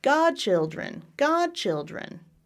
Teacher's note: I have primary stress, I have secondary stress, and then I have no stress.